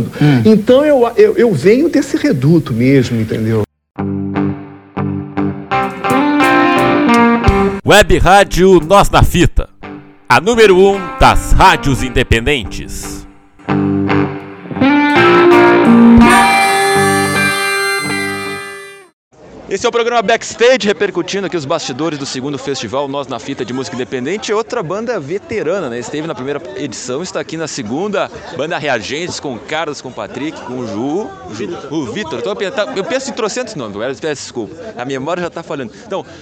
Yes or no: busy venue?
yes